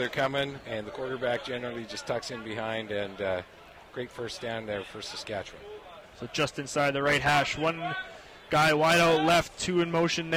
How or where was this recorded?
busy venue